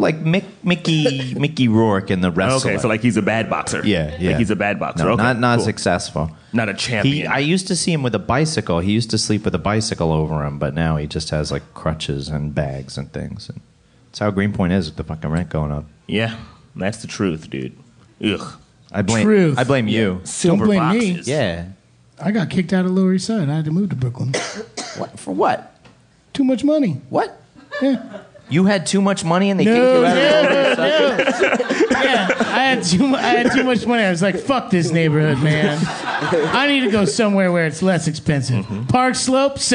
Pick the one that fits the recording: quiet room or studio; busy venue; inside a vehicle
busy venue